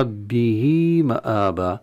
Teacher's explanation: نشبع الكسرة في هاء الكناية حتى يتولد مدا كالمد الطبيعي في حالة الوصل